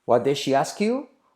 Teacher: Aquí la K se puede omitir.